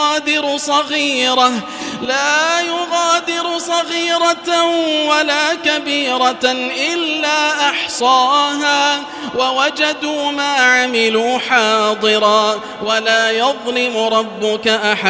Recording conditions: large echoing room